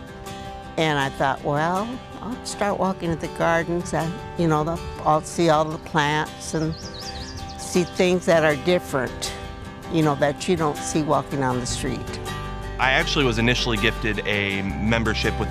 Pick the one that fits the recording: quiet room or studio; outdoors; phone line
outdoors